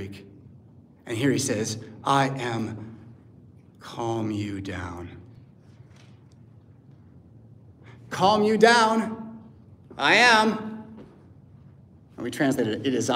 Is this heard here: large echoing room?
yes